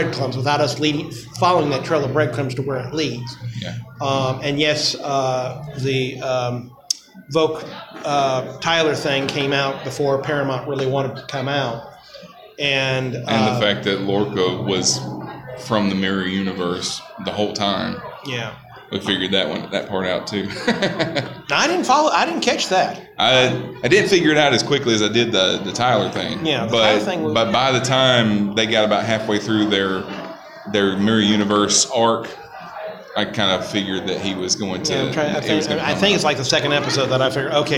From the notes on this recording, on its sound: Recorded live at Magic City Con in Birmingham, AL.